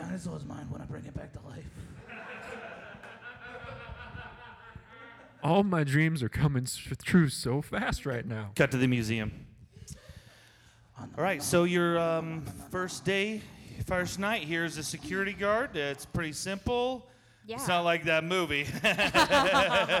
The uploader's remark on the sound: The One Year Anniversary Celebration LIVE at The Fourth Street Theater in downtown Des Moines.